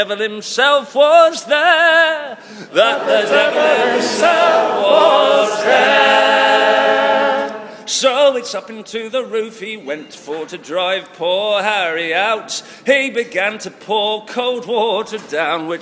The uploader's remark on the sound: Live at Cheltenham Folk Festival. A bonus live track recorded last night at Cheltenham Folk Festival.